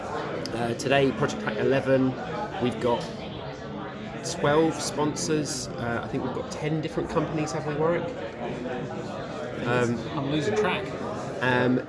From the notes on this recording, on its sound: On location at the Projects Data Hackathon in October 2021. He records his impression of the two-day live event.